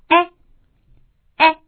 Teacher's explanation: 那么接下来的这个前元音是哎哎，注意它的口型要稍扁一点，那么它的舌位处在半高半低之间，它是一个短音